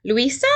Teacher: Like, why are you putting a inflectional tail, tone going up almost like a tail to my name? And why does, she sound like she was always shouting my name? · she would go up at the very end